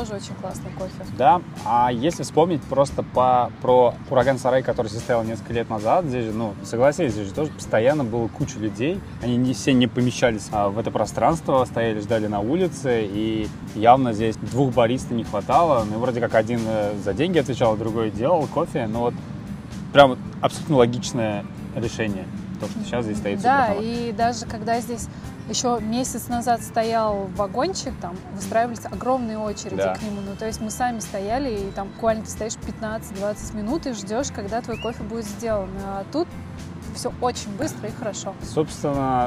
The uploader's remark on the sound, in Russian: Казань. В этот раз мы прошлись по шумной части города от улицы Калинина, вверх по Вишневского к парку им. Горького, а потом пешком дошли до Баумана.